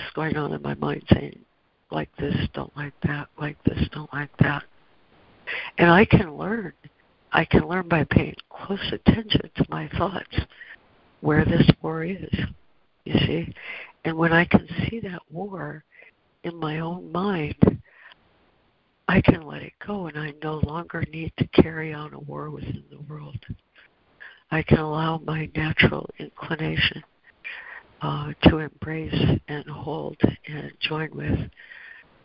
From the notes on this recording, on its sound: ACIM Daily Conference Call